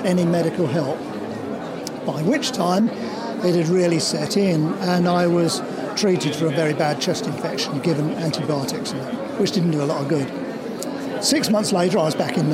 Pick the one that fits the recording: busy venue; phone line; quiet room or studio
busy venue